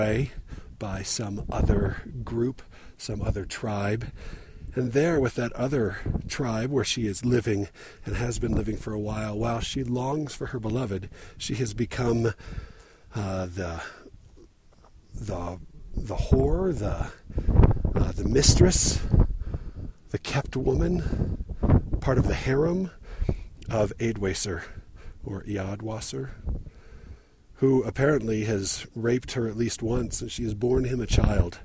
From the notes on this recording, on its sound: Recorded while hiking up the Squaw Peak trail again, in a spot with lots of wind and hence the distracting and omnipresent wind noise.